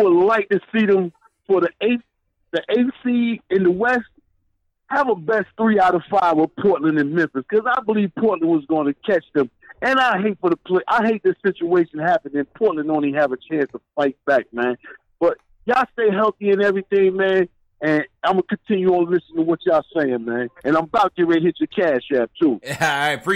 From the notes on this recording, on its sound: take live phone calls from fans around the world